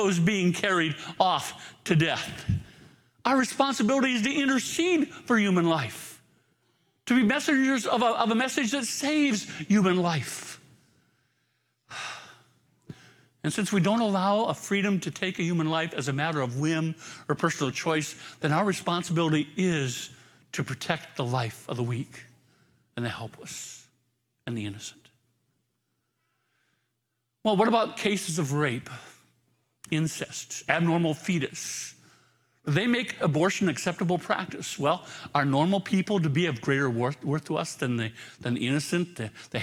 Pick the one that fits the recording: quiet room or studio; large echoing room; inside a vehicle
large echoing room